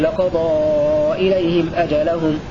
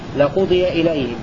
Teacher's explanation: مفعول به لقضى إليهم أجلهم هكذا يقرأ ابن عامر. وقرأ الباقون بضم القاف وكسر الضاد وفتح الياء · Shown in: second take · لقضي إليهم مبنيا للمفعول ولفظ أجلهم بالرفع على أنه نائب فاعل